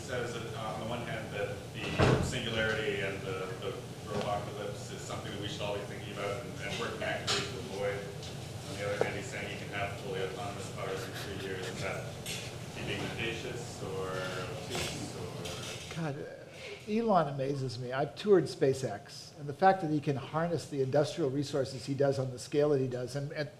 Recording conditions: busy venue